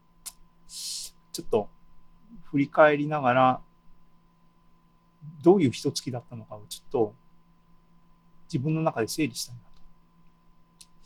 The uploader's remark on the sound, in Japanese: ２０２２年７月２７日に開催した ZOOMライブの模様です。